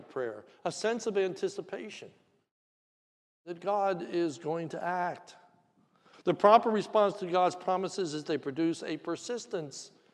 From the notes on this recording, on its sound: This is a sermon recorded at the Lebanon Bible Fellowship Church in Lebanon, PA during the morning service.